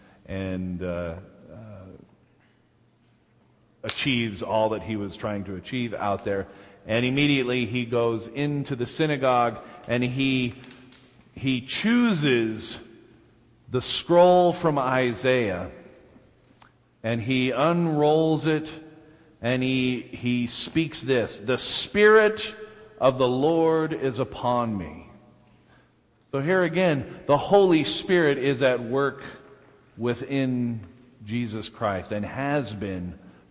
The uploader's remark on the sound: delivered at First Baptist Church of Salt Lake City